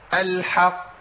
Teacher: القلقله عندي ليها ثلاث مراتب. القاف المشدده الموقوف عليها دي اعلى مراتب القلقله